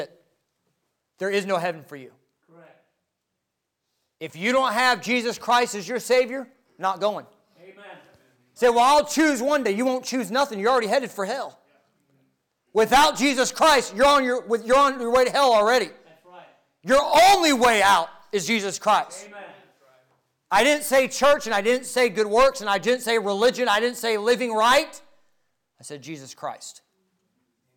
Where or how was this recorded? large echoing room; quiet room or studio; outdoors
large echoing room